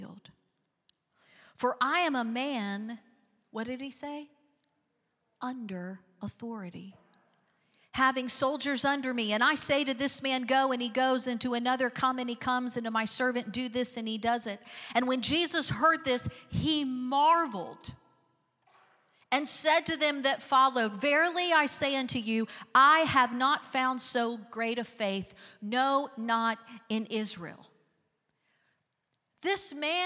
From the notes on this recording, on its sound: Recorded live on 5/7/23.